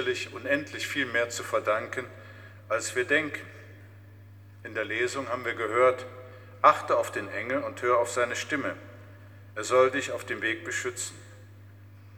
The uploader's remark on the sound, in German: Mitschnitt der Predigt aus St. Pantaleon.